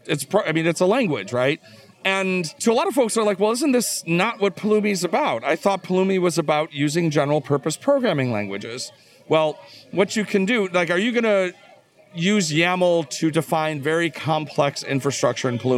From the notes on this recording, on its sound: Recorded on the floor of KubeCon + CloudNativeCon Europe 2022. Recorded on the floor of KubeCon + CloudNativeCon Europe 2022.